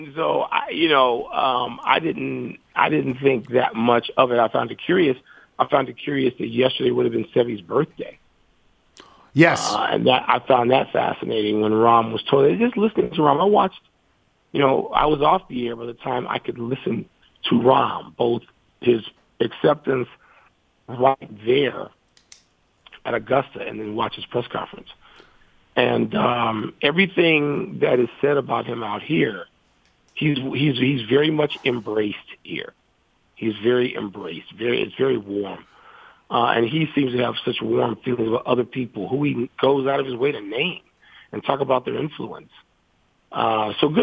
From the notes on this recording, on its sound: phones in to give his thoughts